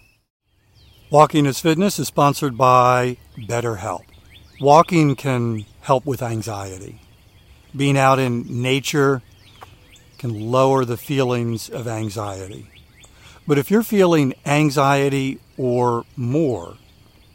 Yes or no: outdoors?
yes